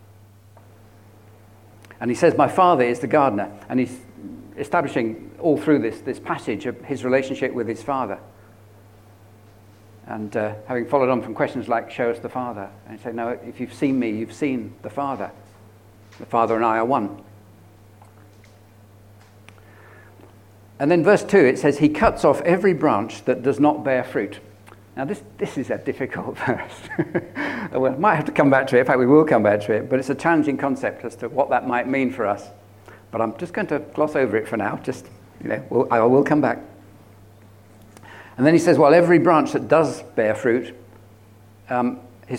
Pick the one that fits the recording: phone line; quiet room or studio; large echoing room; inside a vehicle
large echoing room